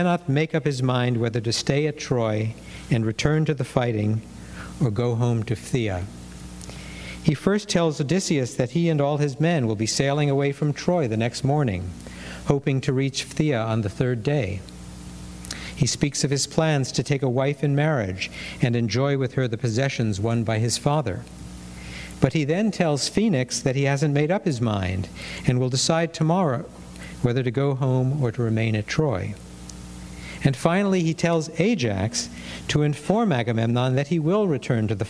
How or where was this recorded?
large echoing room